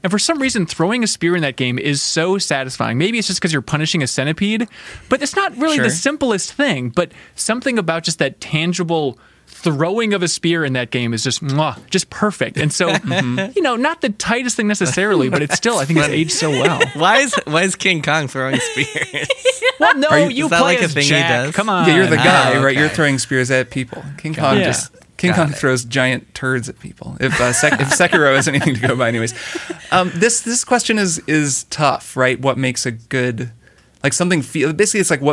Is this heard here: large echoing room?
no